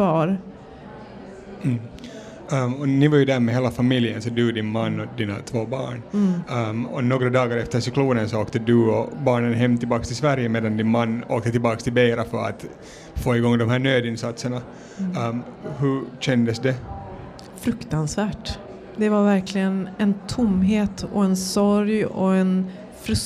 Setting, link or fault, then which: setting, busy venue